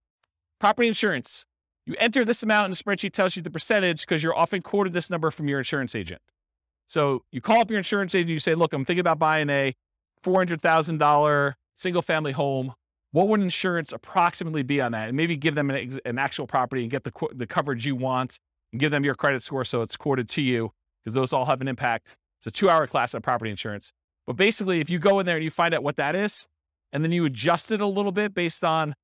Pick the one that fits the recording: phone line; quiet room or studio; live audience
live audience